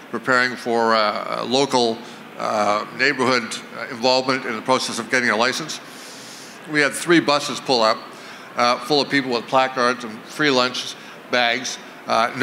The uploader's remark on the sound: On stage at the VRIC.